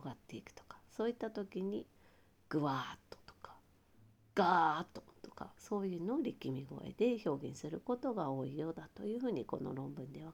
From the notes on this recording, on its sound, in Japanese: 今日はワイヤレスイヤホンで収録したため、音量が小さくなっています。